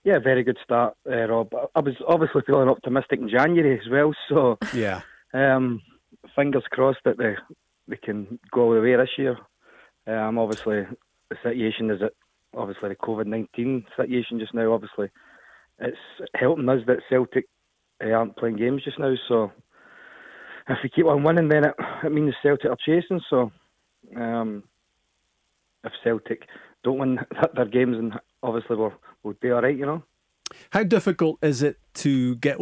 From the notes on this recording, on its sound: Joins us on the phone in another packed show.